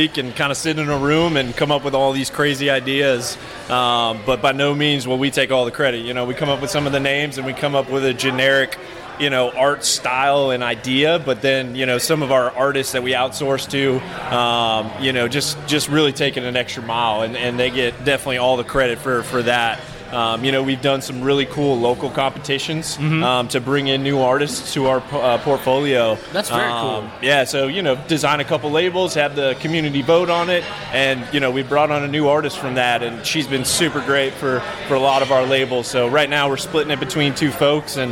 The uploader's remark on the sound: Drops in to Mid City Beer Garden in Baton Rouge to enjoy some tasty beers.